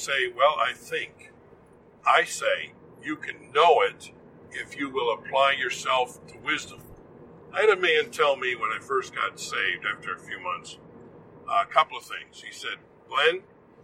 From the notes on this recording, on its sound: This podcast is recorded in a moving vehicle, so sound quality is degraded.